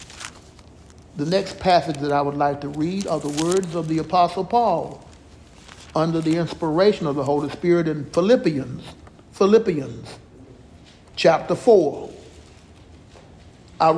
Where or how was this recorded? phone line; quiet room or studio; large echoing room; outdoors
large echoing room